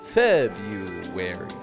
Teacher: Notice I totally dropped that R out of there.